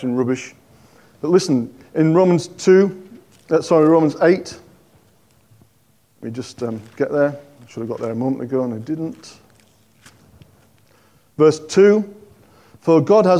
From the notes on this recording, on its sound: On 12th November 2023 at King's Church, Cockermouth, as an audio file.